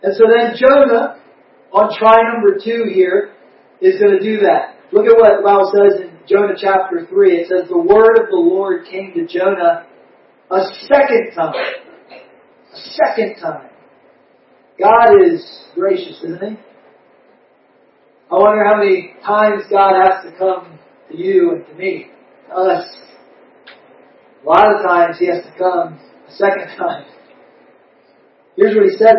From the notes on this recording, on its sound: We apologize for the poor audio quality. We are working out the kinks in some new equipment.